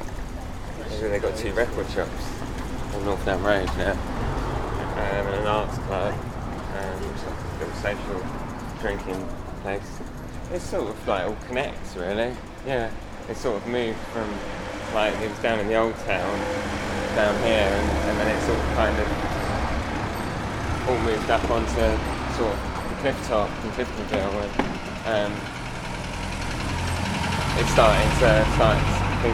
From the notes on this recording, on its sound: Seaside Towns, Seaside Frowns: Margate. This was an experiment into working in a single longform interview format (which I had not done before), and was recorded in a single day as a walk around the town.